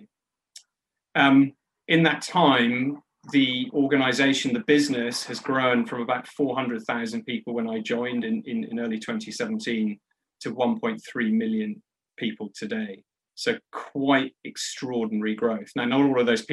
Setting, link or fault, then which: link, video call